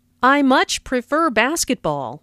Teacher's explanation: Notice how much is stressed to show that the speaker really likes basketball.